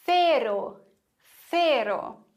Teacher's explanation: Hier lispeln wir das C, weil es vor E steht.